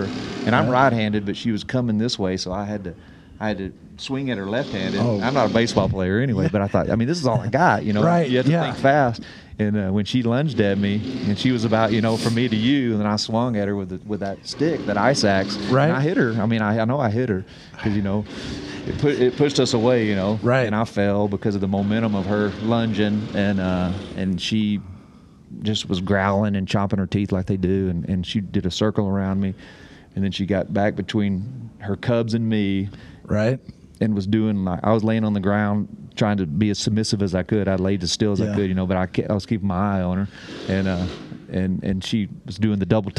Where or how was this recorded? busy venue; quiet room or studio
busy venue